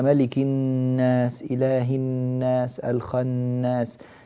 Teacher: أعطي الغنة زمنا أكثر وأطول